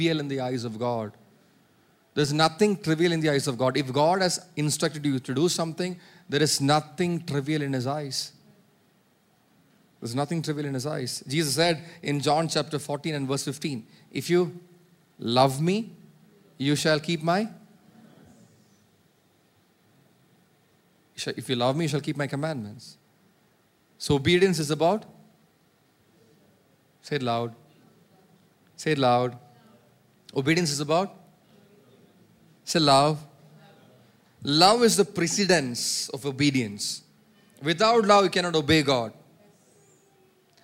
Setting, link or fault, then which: setting, large echoing room